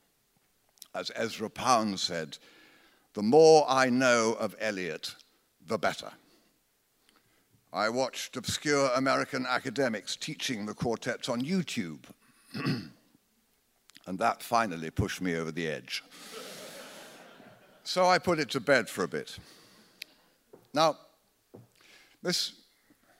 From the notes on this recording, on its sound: Recorded live in London at The Tabernacle on 20th Jan 2020.